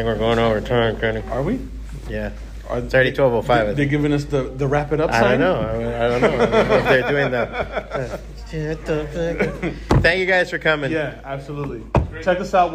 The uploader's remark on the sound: This week we have a recording from the MAKING COMICS panel LIVE at BEYOND COMIC CON.